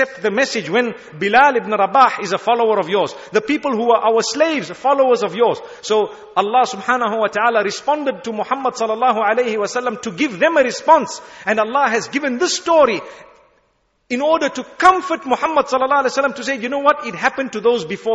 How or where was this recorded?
large echoing room